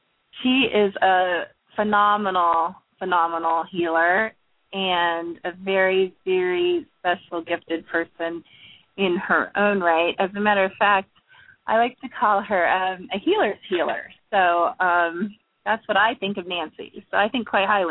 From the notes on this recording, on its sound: We will be taking LIVE callers